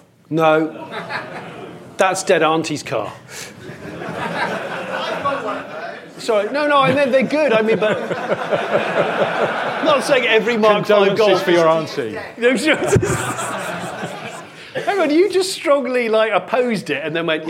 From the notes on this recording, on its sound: Live from Bristol. A live recording in Bristol. In front of an audience.